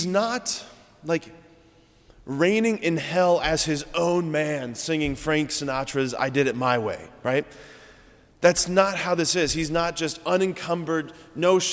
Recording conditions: large echoing room